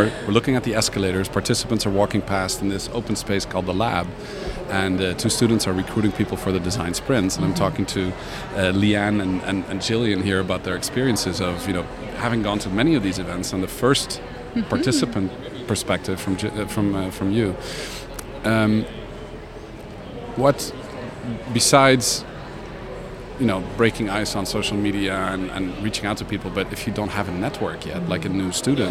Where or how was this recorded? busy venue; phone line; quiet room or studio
busy venue